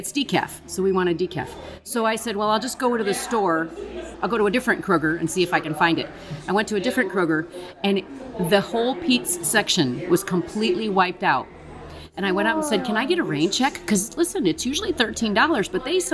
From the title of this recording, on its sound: Live from a Coffee Shop